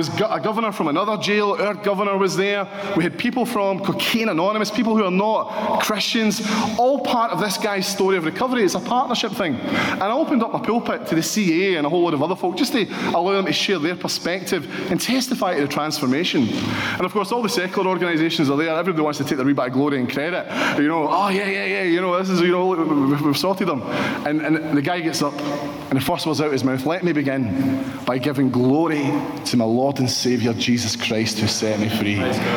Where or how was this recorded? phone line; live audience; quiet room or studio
live audience